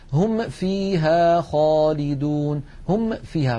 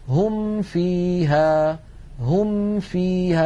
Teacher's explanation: بنهاية الميم الفم مهيئ على مخرج الفاء · Shown in: second take · هم فيها هم فيها بسهولة ومن غير تكلف. · Term: بيان الميم